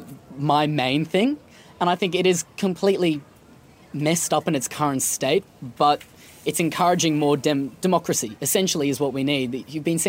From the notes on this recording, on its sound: on the side of the Sustainable Living Festival